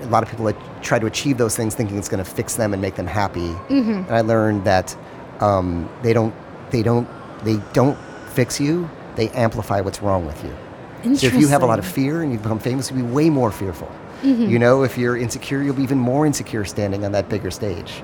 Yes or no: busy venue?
yes